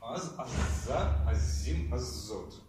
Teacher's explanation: Удвоение автоматически проявляется всякий раз, как этот з оказывается не на конце.